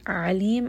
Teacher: ayn is going to be from the middle of the throat. Lam has tawassut.